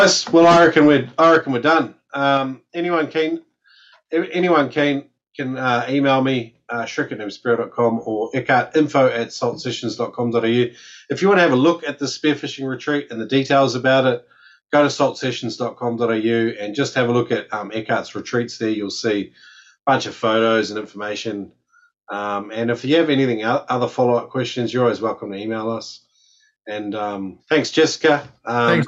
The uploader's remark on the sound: We had our info night for the upcoming Whitsundays Spearfishing Retreat with Noob Spearo and Salt Sessions! We invited a bunch of the Noob Spearo community to join us for a zoom call.